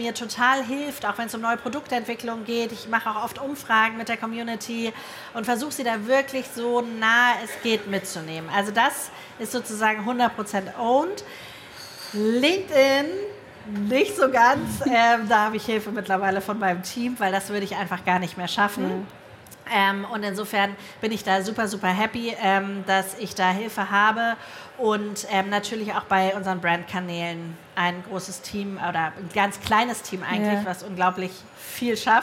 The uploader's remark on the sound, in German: In einem Live-Podcast im Rahmen der K5 Konferenz 2023